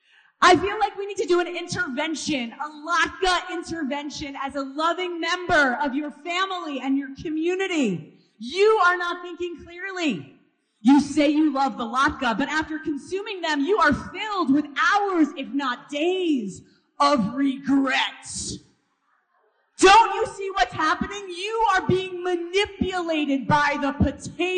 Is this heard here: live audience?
yes